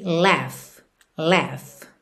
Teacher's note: esse G-H você vai fazer pronúncia de F mesmo